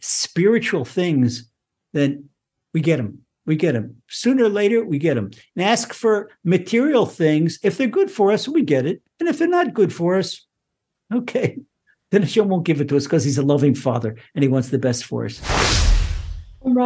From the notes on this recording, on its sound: Recorded online presentation. (Ashdod, Israel) by TORCH Centre (Houston, Texas).